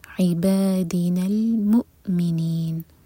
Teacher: حمزہ پر cut off sound لیکن جھٹکا نہ ہو ثم میم پر غنہ